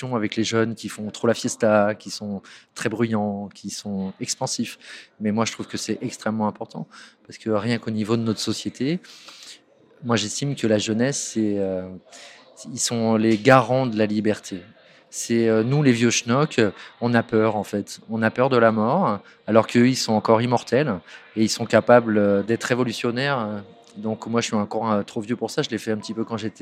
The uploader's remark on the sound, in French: Un défi relevé avec brio puisque ce sont huit œuvres puissantes et engagées qui ont été présentées lors de la restitution publique où j’ai enregistré cet épisode.